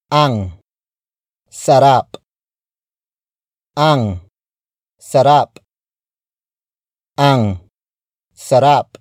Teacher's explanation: note how I elongate the stressed syllable in the sentence for added emphasis, which in this case is rap.